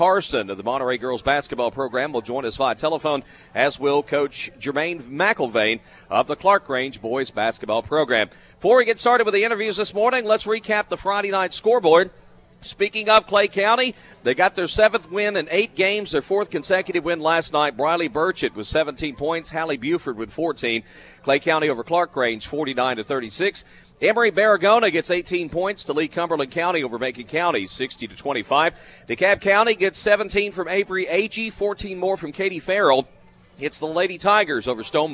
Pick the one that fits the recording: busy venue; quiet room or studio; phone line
busy venue